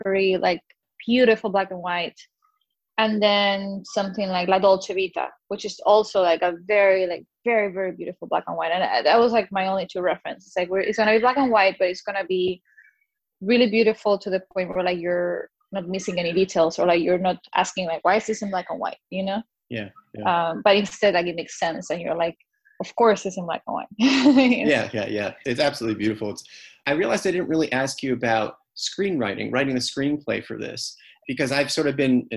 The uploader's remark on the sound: First our Zoom conversation was interrupted by a surprise guest...